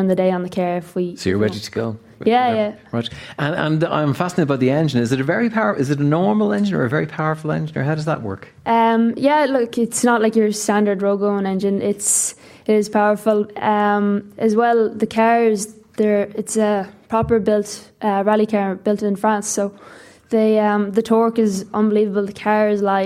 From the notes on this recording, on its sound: comes to you today live from Galmont Hotel for Movies and Booze